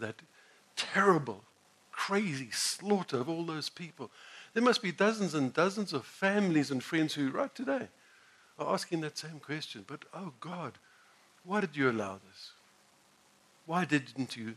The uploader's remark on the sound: sermon preached at the Village Church on the 26th of June 2016